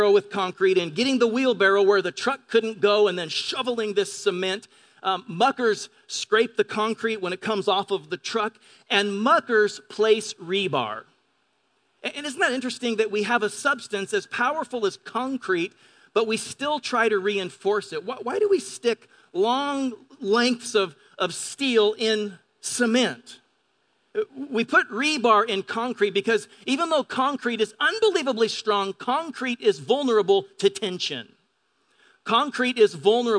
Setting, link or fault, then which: setting, large echoing room